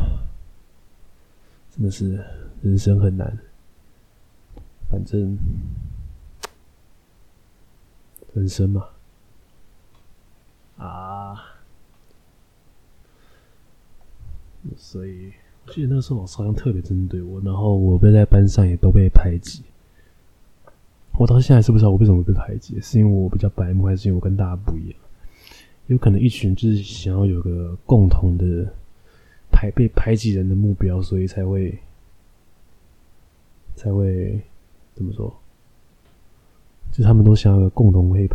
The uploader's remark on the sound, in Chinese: 這隻麥克風音質是不是真的變爛了